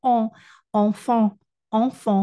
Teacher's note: ele não é an, ele é on, é o an com boca de o · Term: nasais